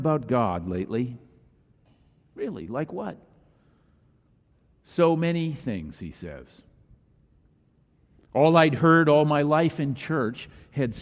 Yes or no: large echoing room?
yes